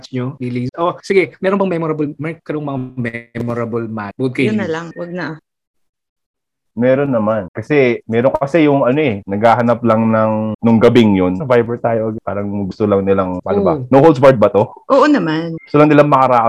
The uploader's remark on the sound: We were having some technical difficulties